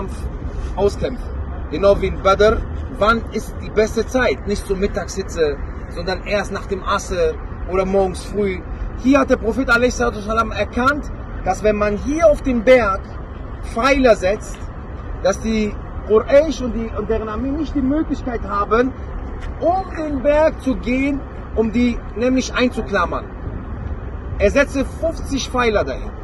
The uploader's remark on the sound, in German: Ein Vortrag bei der Umra 2022. Ein weiterer Vortrag aus der Umra, und direkt aus dem Berg von Uhud. Die Aufnahme ist diesmal etwas besser von der Qualität.